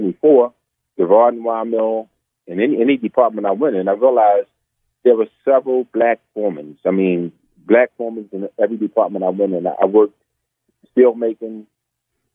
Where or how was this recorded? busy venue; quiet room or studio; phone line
phone line